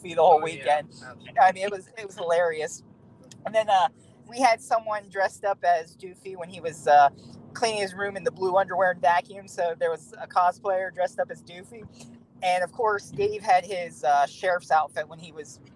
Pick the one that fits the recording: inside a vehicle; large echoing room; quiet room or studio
inside a vehicle